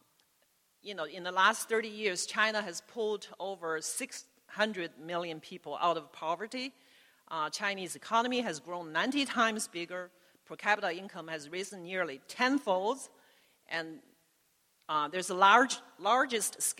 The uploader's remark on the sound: Spoke at the PEN World Voices Festival of International Literature. At the Great Hall at Cooper Union.